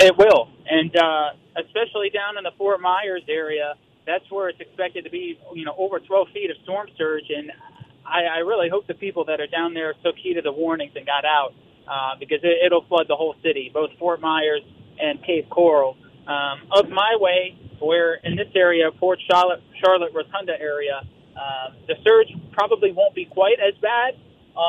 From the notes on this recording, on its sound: Storm watcher reports live from eyewall of Hurricane Ian.